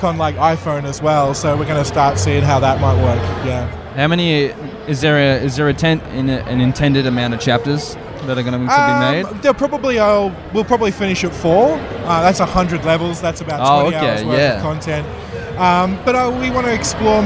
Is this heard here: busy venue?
yes